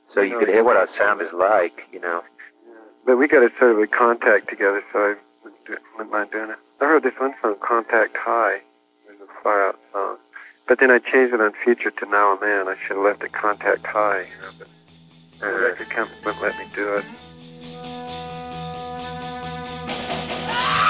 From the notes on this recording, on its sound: An extraordinary 1983 phone interview. His tapes of his phone conversations.